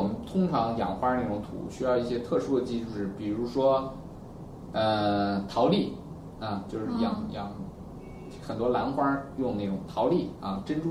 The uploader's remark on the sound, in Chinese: 本期节目为在张大妈办公区用录音笔录制，可能有街道上的杂音，请见谅。